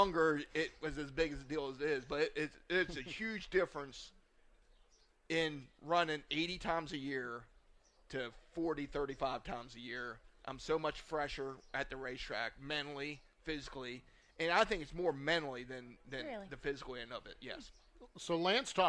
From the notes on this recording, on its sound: broadcast live from the Bob Weikert Memorial Weekend at Port Royal Speedway